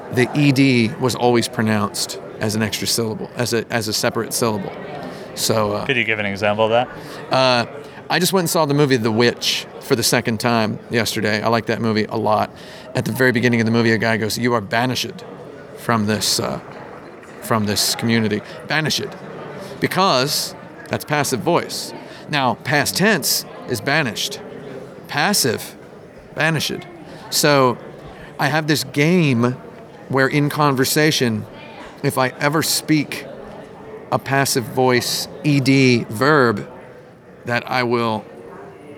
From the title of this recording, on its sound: at Game Developers Conference 2016